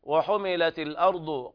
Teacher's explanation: قرأ ورش بنقل حركة الهمزة إلى الساكن قبلها